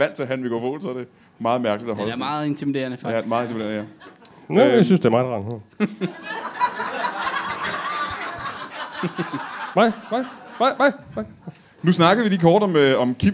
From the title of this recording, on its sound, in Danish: LIVE fra Hanstholm Madbar